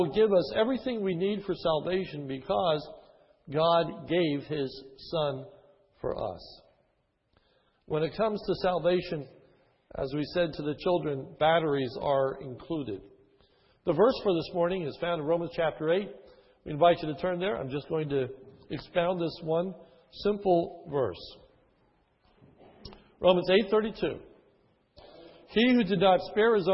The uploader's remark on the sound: His is a sermon recorded at the Lebanon Bible Fellowship Church, in Lebanon, PA, on 12/19/2010 during the morning service.